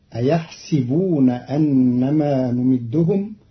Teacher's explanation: قرأ قالون كلمة أيحسبون بكسر السين، فتصير أيحسبون أنما نمدهم، والفتح والكسر في لغة العرب.